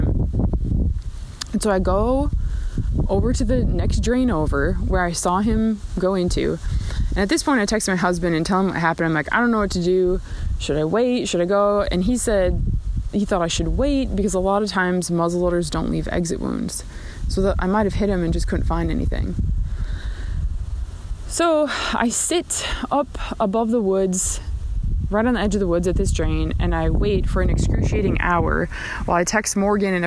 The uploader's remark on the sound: These episodes are recorded on the river, in the forest, on the mountain and everywhere in between!